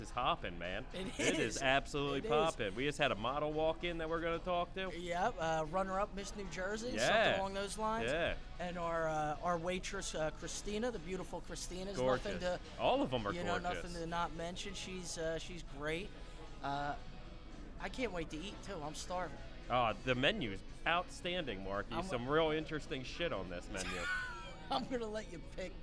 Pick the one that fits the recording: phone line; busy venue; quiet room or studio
busy venue